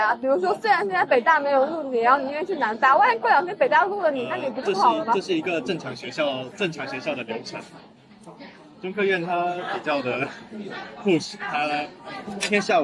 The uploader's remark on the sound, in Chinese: 是朋友来学校附近找我吃饭，顺便的聊天录音。环境嘈杂，多多包涵。